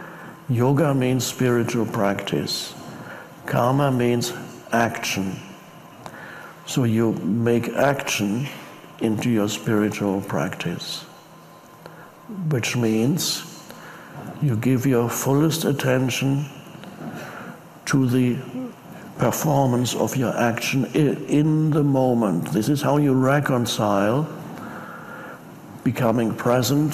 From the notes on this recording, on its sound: Talks to a live audience in Hawaii. He ponders the paradise surrounding them: the sun, the palm trees and the sea.